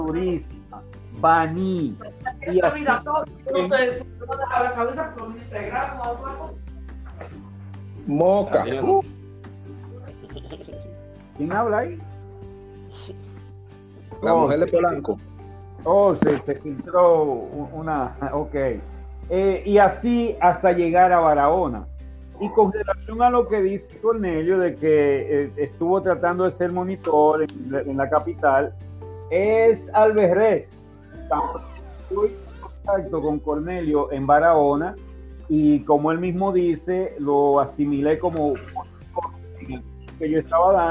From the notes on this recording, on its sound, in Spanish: Es el encuentro virtual de una generación de Instructores. Se conservo el audio original sin cortes y preservar ese primer encuentro virtual.